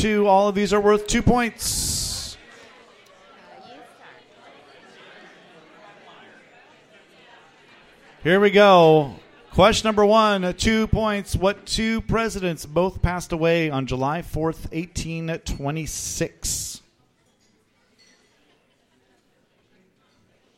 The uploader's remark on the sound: The Winter Classic Tournament Finals - Live from The Local 907 in Renton!